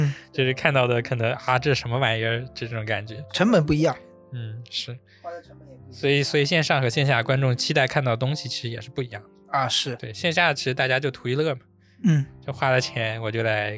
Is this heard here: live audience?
no